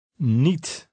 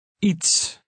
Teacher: The Dutch vowel combination IE sounds somewhat like the long E in feet, but it's shorter and clipped.